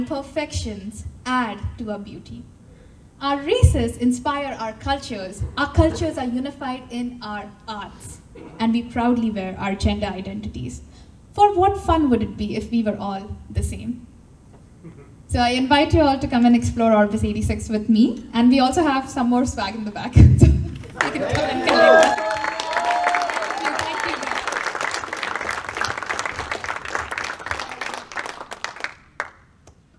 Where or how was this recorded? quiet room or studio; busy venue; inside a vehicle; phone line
busy venue